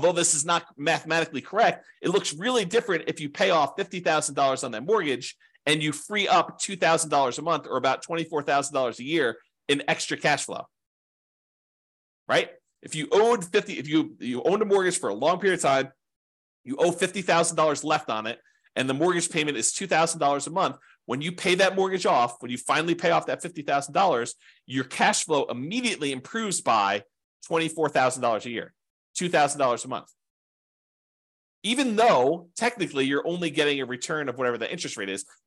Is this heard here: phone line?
no